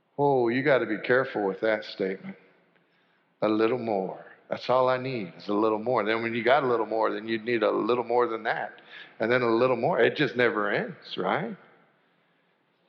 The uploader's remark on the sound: Sanctuary Service